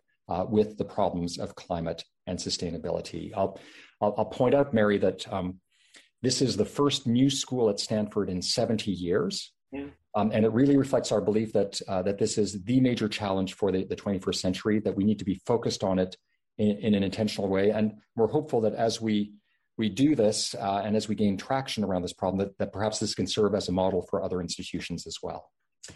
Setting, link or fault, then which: link, video call